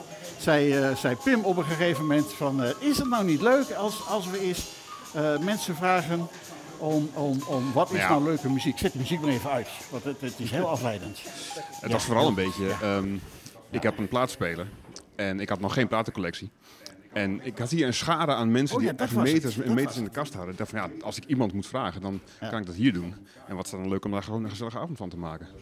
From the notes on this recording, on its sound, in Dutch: Een keer per jaar komt het radioprogramma “All That Jazzz” live vanuit Jazzpodium De Tor in Enschede met het Tor-Vinyl-Café. Vaste en minder vaste bezoekers van De Tor nemen hun eigen platen mee.